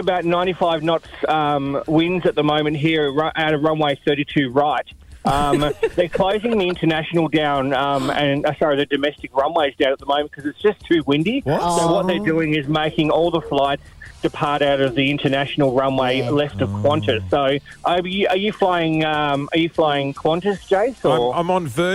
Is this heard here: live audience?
no